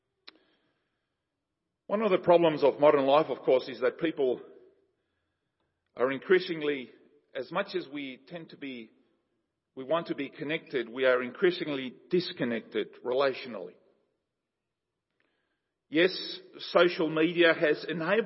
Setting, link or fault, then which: setting, large echoing room